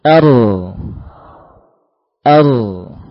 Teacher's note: Namun min ma'a dhahrihi, huruf ra terbaca dengan menggetarkan, dibaca dengan cara melibatkan sedikit bagian punggung lisan, bagian atas.